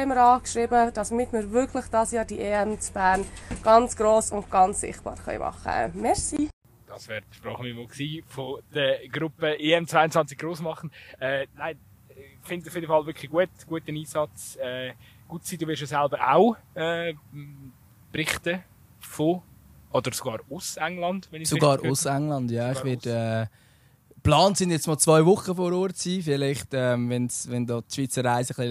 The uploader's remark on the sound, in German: live vom Fussballplatz in Altstetten